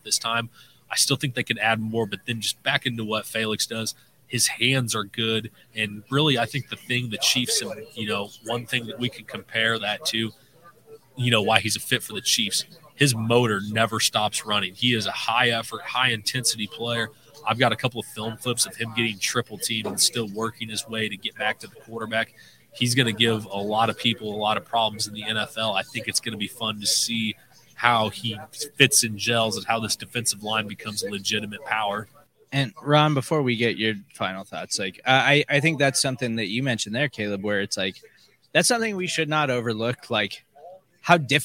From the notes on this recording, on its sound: Live from the NFL Draft in Kansas City. We covered the entire first night of the NFL Draft from start to finish.